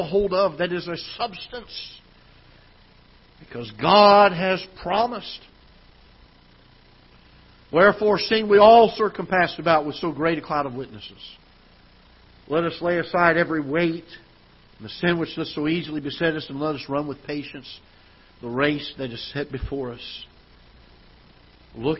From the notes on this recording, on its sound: Ketha Heights Baptist Church ~ Live Broadcast.